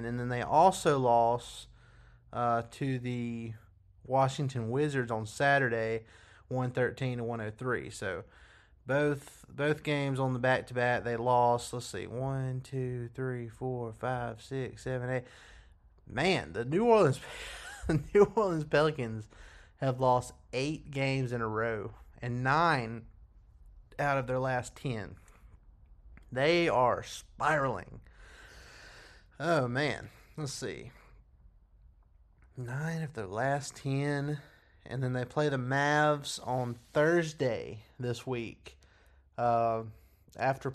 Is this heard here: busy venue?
no